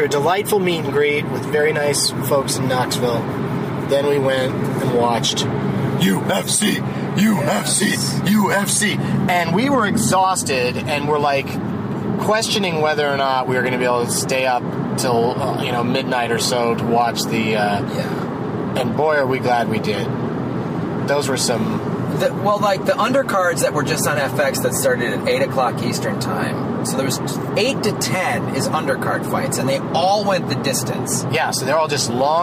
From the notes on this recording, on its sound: From a rental car driving from Knoxville to Nashville